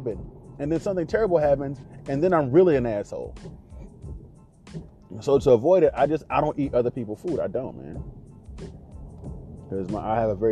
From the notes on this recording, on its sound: My ride to work. Just a man and a Phone.